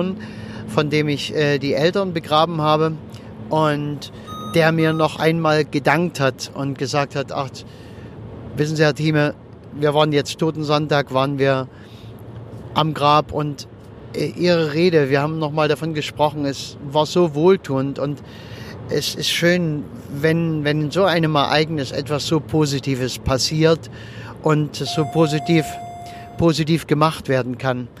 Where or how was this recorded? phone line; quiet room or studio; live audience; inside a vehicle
inside a vehicle